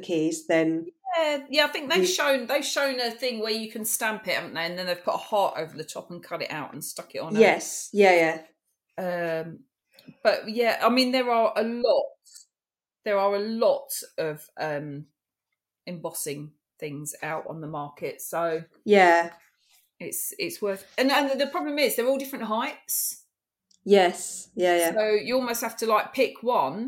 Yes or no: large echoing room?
no